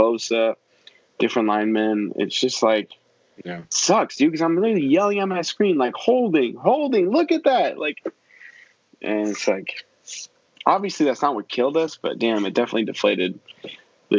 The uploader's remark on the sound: The Skype Episode. We thought we had our mics hooked up and everything but apparently not. Fortunately it did record thru our the computer mics. Sorry for the audio quality but it is what it is.